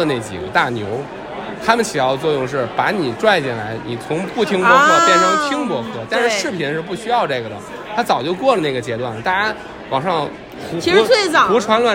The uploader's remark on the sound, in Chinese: 现场录制】我们受邀参加播客全球年会